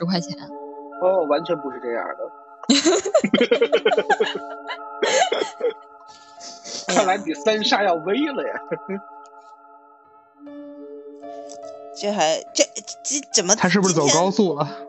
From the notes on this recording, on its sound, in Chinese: 是我们第一次尝试线上录制，音质效果欠佳